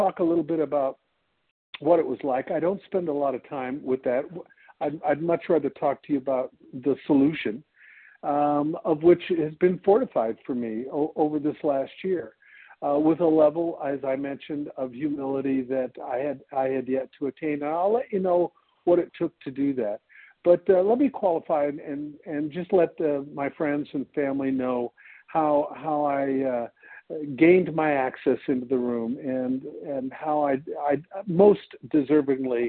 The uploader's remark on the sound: 100 Pounders Phone Meeting